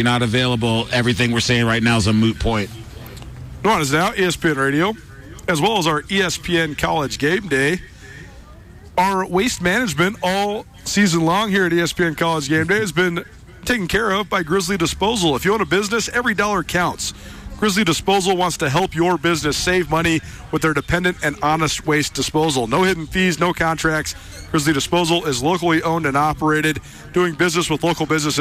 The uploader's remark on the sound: College Gameday Live! Live on location. In Missoula.